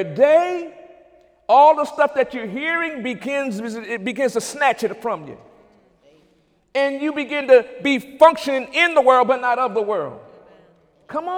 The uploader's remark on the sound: During Wednesday night service on February 8, 2017